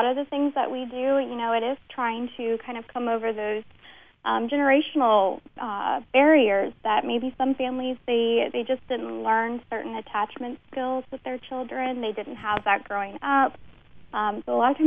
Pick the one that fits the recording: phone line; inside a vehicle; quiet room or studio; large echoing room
phone line